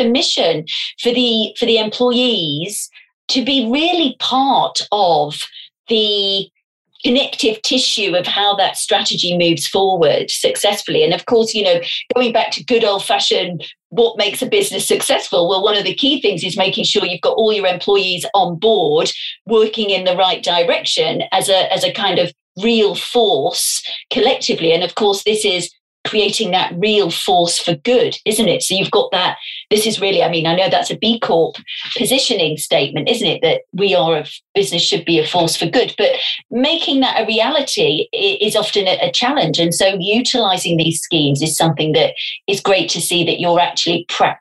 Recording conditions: video call